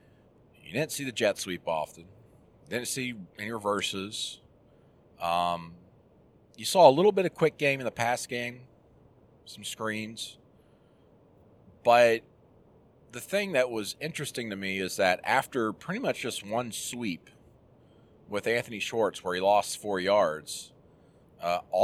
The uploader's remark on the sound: Jumps on the horn while driving back to Auburn.